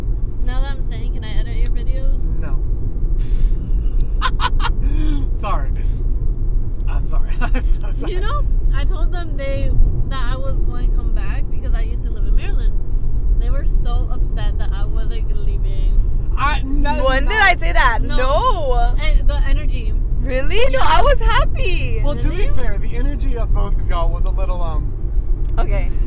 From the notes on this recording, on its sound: Road Trip Special! This week we film our journey while on the way to Charleston.